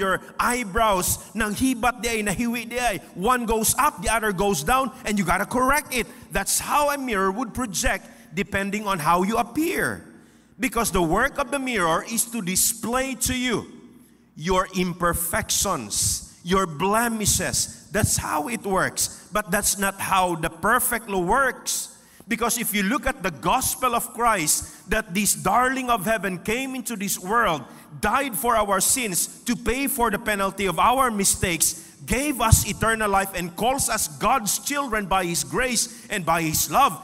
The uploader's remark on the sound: This podcast was recorded live last June 18, 2023 at Zamboanga City Alliance Evangelical Church.